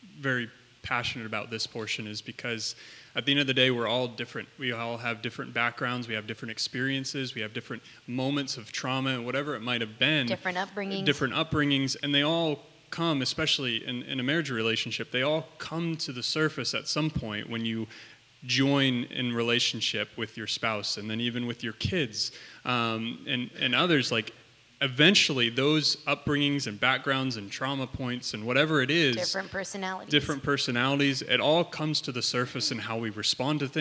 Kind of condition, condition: setting, large echoing room